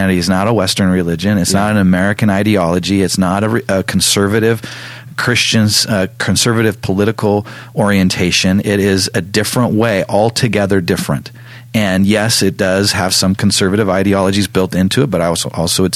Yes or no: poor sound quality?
no